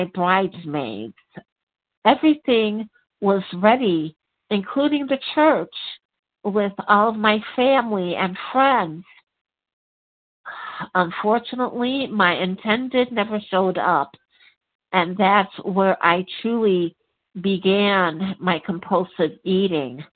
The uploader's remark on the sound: 100 Pounders Phone Meeting